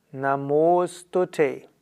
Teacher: Und da wird also aus Namas und Astu wird nicht Namasastu, sondern aus Namasastu wird Namostute. Also wenn auf As Astu folgt, dann wird aus dem As ein O und das A verschwindet und dann ist es Namostute. · Term: Wohllautregel